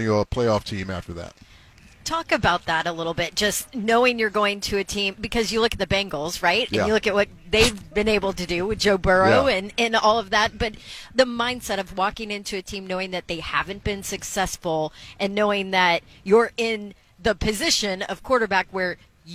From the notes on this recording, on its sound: stopped by the booth at Radio Row with 3HL